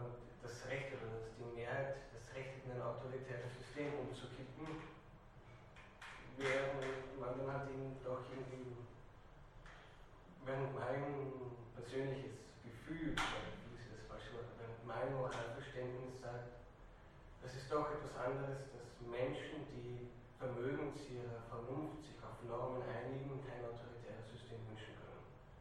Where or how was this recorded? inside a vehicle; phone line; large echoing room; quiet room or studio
large echoing room